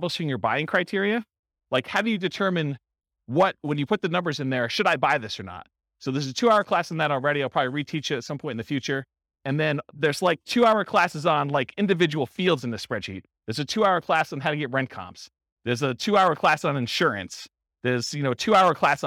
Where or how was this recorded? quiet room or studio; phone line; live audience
live audience